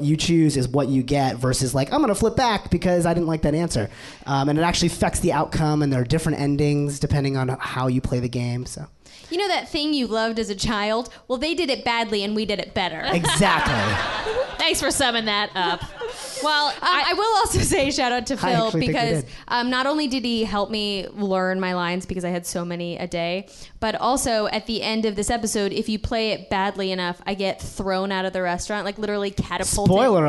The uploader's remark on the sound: Recorded on November 30, 2017 at the Nerdmelt Showroom, Los Angeles, California